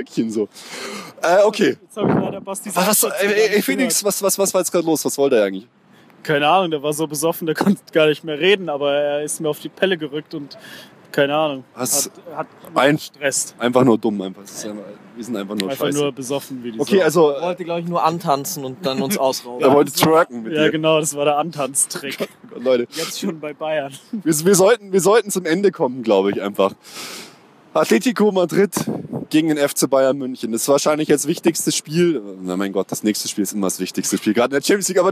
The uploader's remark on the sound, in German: Eure Erfolgsfans melden sich wieder aus dem Stadion. Begleiten das Spiel gegen Werder quasi live.